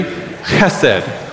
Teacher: So the first syllable is in the back of your throat.